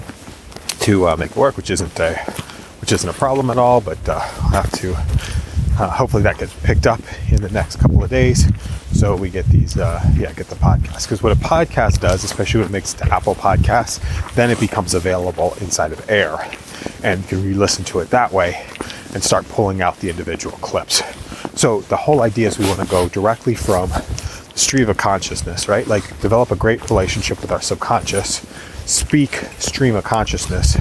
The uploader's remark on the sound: Walk and talk brainstorm.